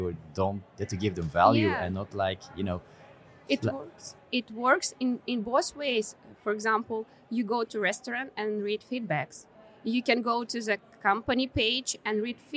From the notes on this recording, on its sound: This episode was recorded at Web Summit in Lisbon on November 4, 2021.